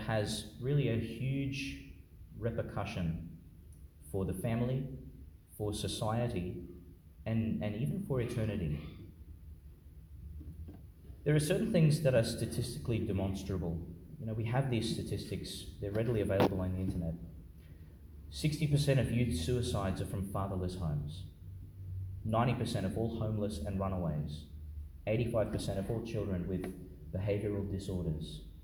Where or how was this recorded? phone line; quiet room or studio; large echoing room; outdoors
large echoing room